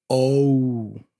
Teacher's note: In Spanish, it would be oh. In English, it's oh, and it closes. So you have this OU sound.